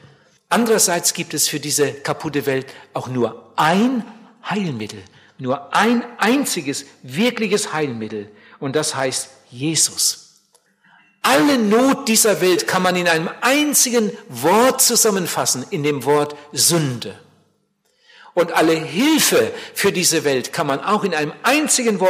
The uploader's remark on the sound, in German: Bei einer Evangelisation in Bielefeld gehalten hat.